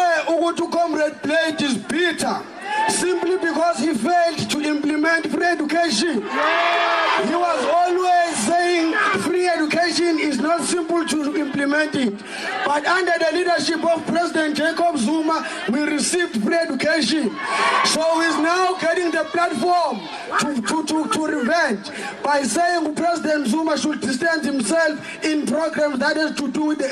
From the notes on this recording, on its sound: SAfm. Addressed a group of his supporters outside the Durban High Court where they came out in their numbers after holding a night vigil at Albert Park in Durban.